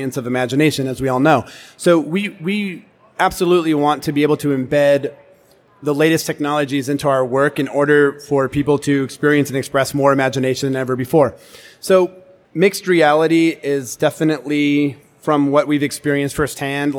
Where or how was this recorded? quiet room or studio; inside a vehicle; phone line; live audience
live audience